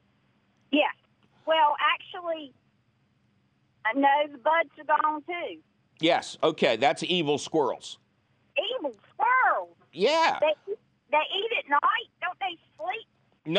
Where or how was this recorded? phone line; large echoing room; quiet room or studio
phone line